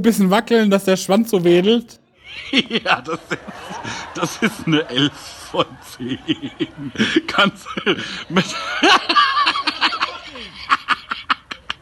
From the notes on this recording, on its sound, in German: "Auf die feine Tour" aus dem Artheater, Köln. Unseren zweiten Abend im ausverkauften Artheater Köln.